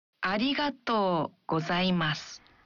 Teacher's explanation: Dalam mengucapkan arigato, bunyikan vokal o dalam to satu ketuk lebih panjang. Mari berlatih mengucapkannya secara perlahan.